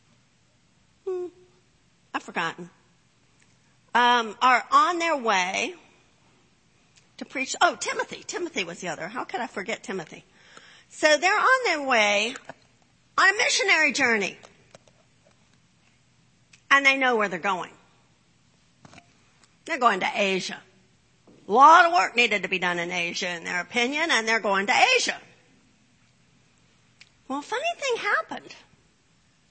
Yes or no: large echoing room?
yes